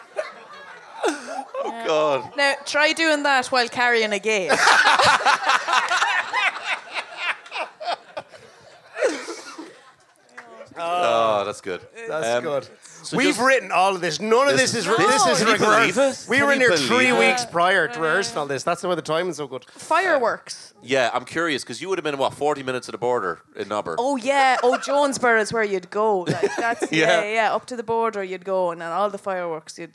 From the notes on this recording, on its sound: That's just the sound of a ghost, and certainly not the delighted crowd who came to this LIVE podcast. Recorded in The Workmans in Dublin.